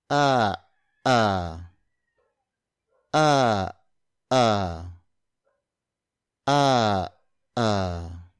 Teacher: while you're making that sound, you block the flow of air with your throat. It would sound like ah, ah. · Term: glottal stop